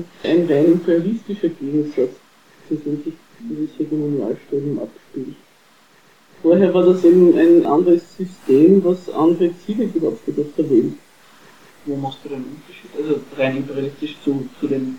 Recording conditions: poor sound quality